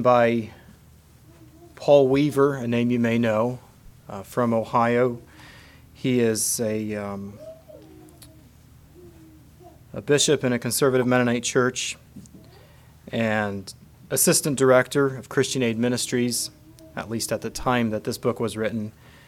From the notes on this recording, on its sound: Message preached at Word of Hope